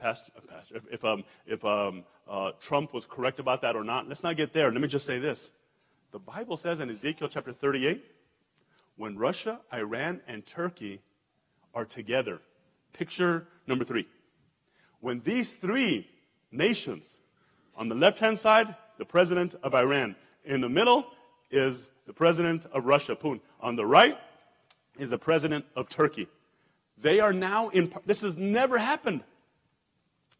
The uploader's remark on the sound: El Paso Christian Church Live Stream